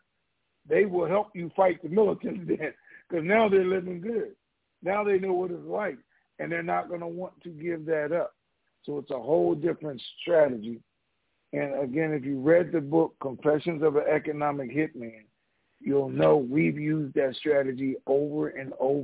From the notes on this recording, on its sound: TNTSuperfantastic Conference Call.